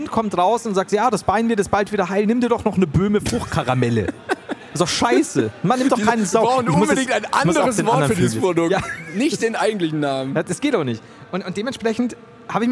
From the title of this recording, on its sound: LIVE in Hamburg